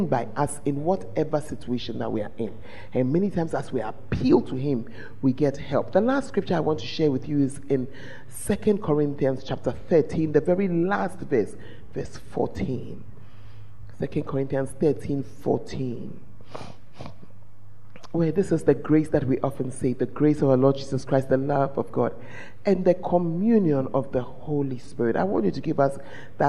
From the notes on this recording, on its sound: at The Fountain of Life Cathedral, Women In Ministry Conference 2023